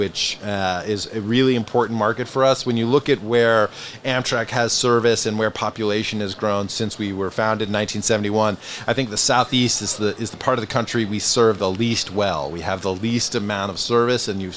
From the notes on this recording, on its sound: Recorded live at APTA EXPO 2023 in Orlando, Florida. Recorded on the trade show floor at APTA’s EXPO 2023 in Orlando, Florida.